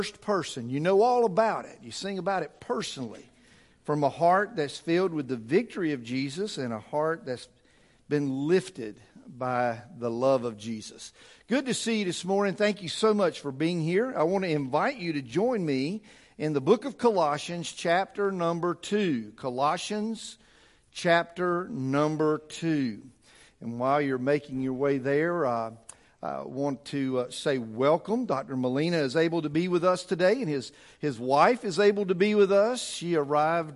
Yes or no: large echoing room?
yes